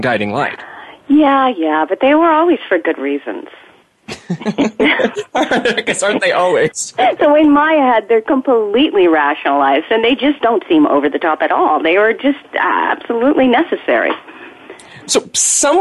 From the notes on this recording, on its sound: A very special edition of Soap Central Live. Take calls from fans.